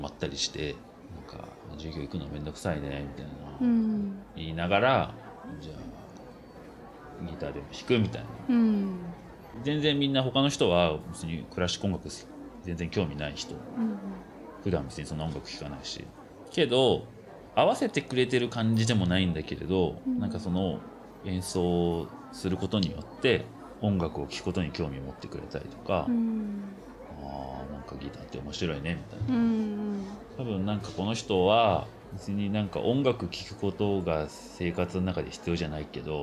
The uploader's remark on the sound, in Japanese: 収録は東京・代々木八幡のリトルナップコーヒーにて。